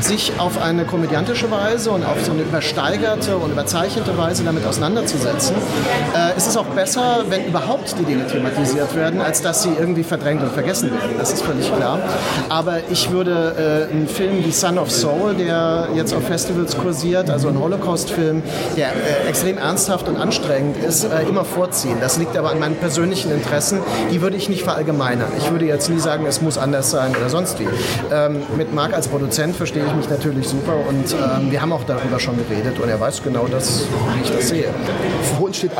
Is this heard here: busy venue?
yes